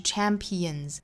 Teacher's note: champion 后面加的这个 s 应该读浊音所以是 champions 带出一个非常弱非常小的 z 的音